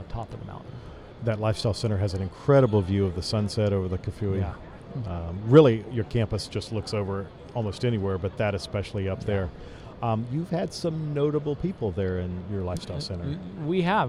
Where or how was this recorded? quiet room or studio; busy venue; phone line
busy venue